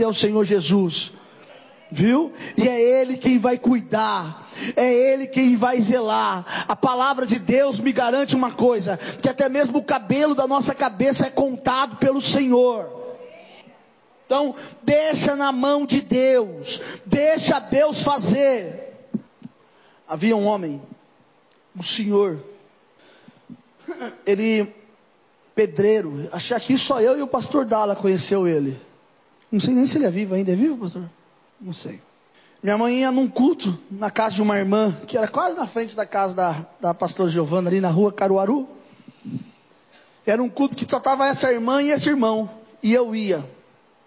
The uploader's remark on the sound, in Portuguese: Culto de Causas Impossíveis.